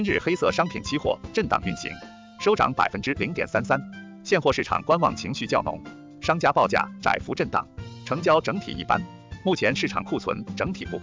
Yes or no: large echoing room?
no